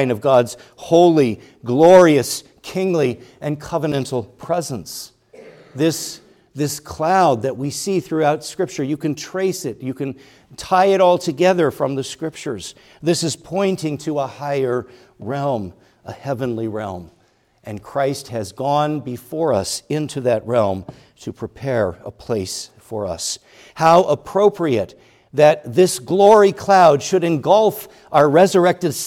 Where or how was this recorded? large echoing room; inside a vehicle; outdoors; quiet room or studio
large echoing room